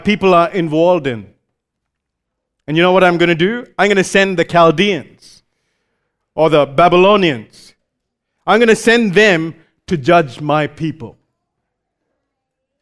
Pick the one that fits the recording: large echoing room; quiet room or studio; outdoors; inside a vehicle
large echoing room